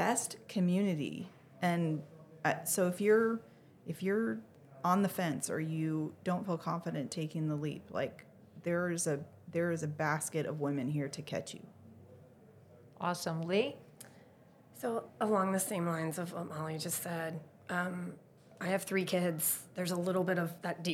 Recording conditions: busy venue